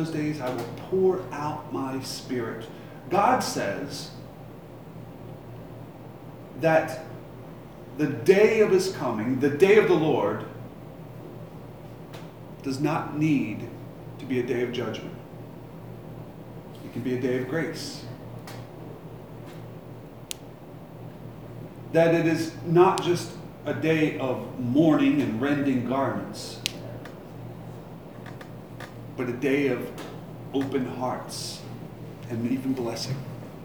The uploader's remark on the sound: Live from Black Cloister Brewing Company.